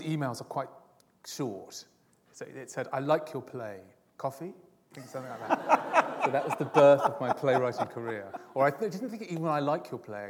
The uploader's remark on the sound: This is a recording of a Platform event from August 2012.